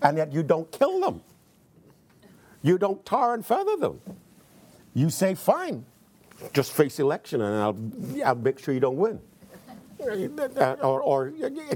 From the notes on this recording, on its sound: in front of a teacher audience